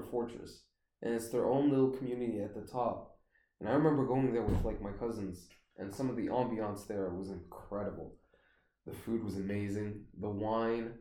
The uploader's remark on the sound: excuse the bad noise quality my mic was giving problems